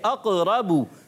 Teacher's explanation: با پر پیش آنے کی وجہ سے با کو ہونٹ گول کر کے ادا کریں گے اور بغیر کھینچے بغیر جھٹکا دیے معروف بھی پڑھیں گے اقربو، ٹھیک ہے.